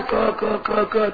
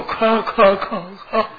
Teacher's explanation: उच्चारण करने में हमारी प्राण शक्ति कम खर्च होती है, और ख में हमारी प्राण शक्ति ज्यादा खर्च होती है · Shown in: second take